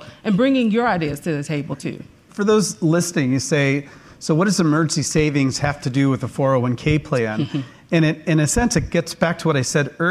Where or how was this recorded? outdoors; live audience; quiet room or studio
live audience